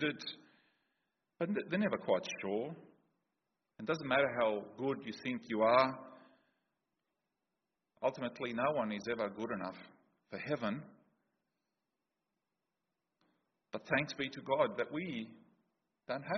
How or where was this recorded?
large echoing room